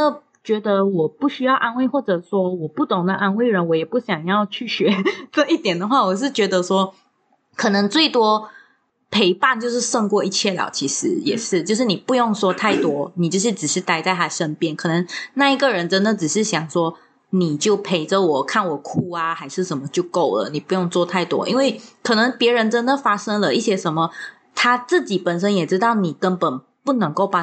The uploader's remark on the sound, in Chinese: 因爲這次錄音的環境和以往不同，所以音質略差。